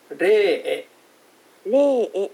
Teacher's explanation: 後ろから2番目の母音なんで、後ろから2番目のエにあのアクセントがあってレーエっていう風になりますね。はい、レーエ。はい。次、ゲーゾイ。ゲーゾイ。これ難しい。うん、難しい。うん、はい、はい。ゲとエゾイっていう夫婦って意味なんだけど、はい、がくっついたやつですね。ゲーエゾイ。ゲーエゾイ。はい。はい。いう感じでございました。まあ、あの今日発音だけな